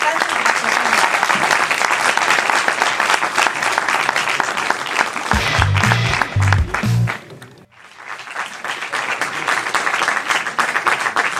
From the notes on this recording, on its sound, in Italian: Live Show. Questo episodio speciale è la registrazione dell'anteprima di Il Cielo Brucia al Cinema Galliera di Bologna.